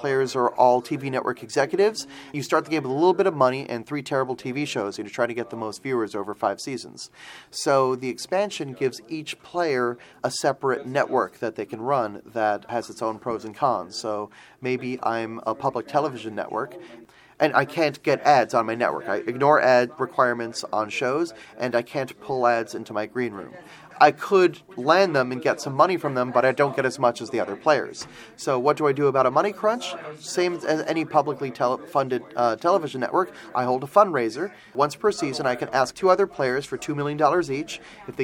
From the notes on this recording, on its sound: Recorded live at BBG.con 2016 in Dallas, TX.